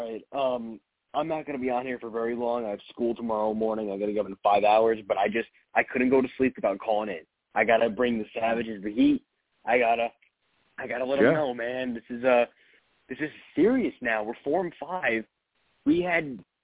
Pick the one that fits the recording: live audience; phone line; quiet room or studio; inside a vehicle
phone line